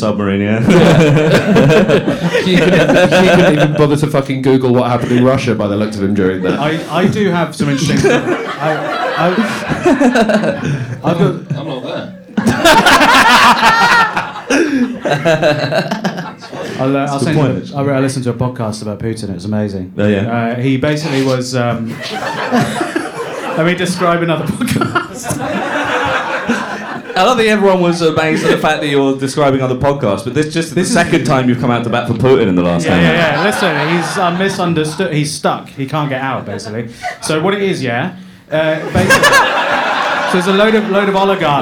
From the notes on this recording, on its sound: LIVE at The Bill Murray. Our first live show.